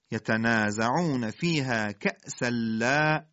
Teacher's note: ادغام تنوین در لام بلا غنه